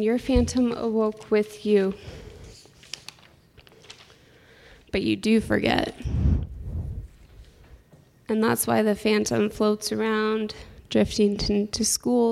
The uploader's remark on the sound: Live Stories from Un/pact. This season, The Soul Stories Podcast is featuring live stories from "un/pact: a creative dialogue on consent.” This event was Held in April for Sexual Assault Awareness Month and will be recurring annually.